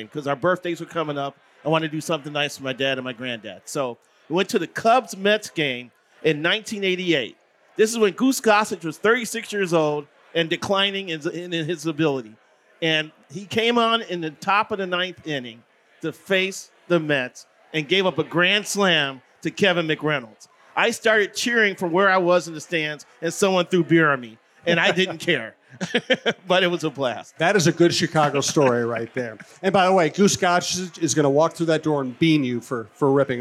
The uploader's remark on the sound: Live from The Loon